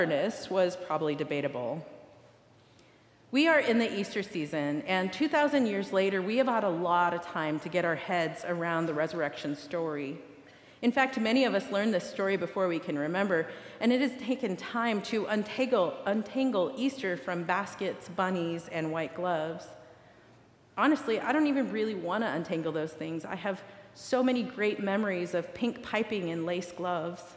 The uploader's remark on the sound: recorded live at the 10:00am service on Sunday, April 23rd, 2023.